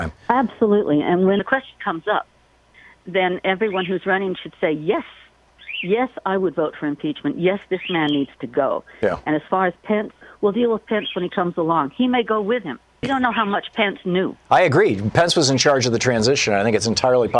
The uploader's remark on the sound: Listeners call in with their thoughts on impeachment.